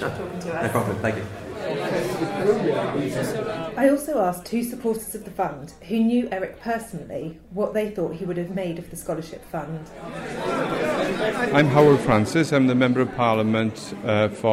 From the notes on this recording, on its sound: This month's podcast was recorded from an event held on 11 November. To unveil a portrait of Professor Eric Hobsbawm at Birkbeck.